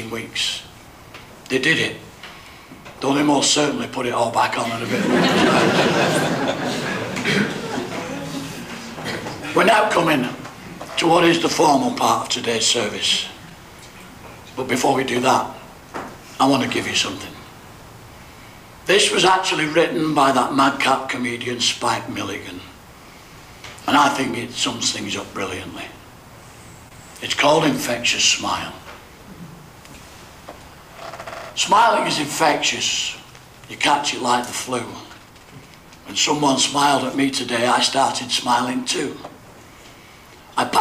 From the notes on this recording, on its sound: Live coverage of the funeral service. From the Chapel in Oldham Crematorium at Hollinwood Cemetery, Oldham.